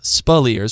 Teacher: And by the way, his name is Spillers, not Spielers. It's pronounced Spillers with the emphasis on the second syllable